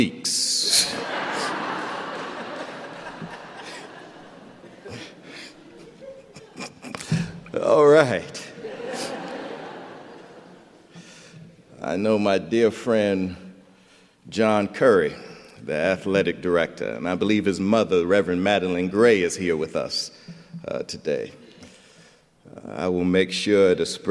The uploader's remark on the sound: recorded January 12, 2020 at Myers Park Baptist